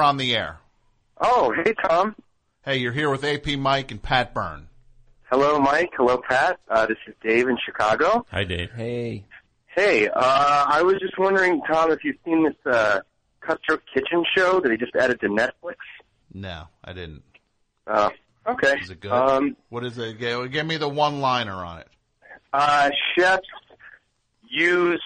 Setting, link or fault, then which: link, phone line